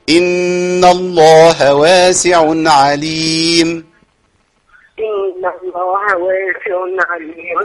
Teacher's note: النون عليها شدة يبقى نقف عليها شوية